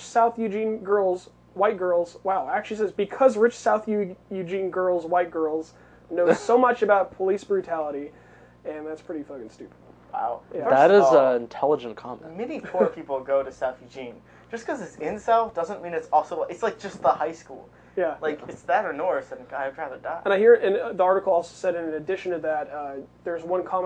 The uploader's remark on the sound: The audio for this episode was recorded on different microphones which we later found had a loss in quality.